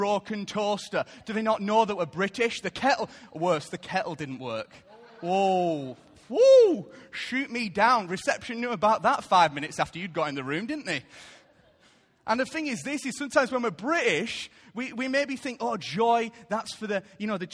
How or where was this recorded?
large echoing room